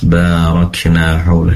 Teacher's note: Jadi ba di sini dibaca dua harokat, ya. Tidak lebih dari dua harokat.